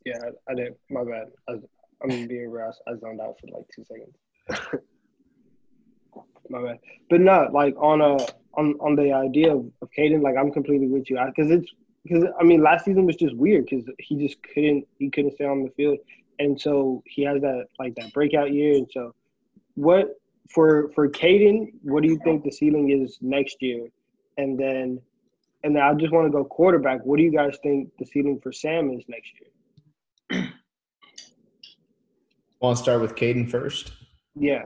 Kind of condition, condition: link, video call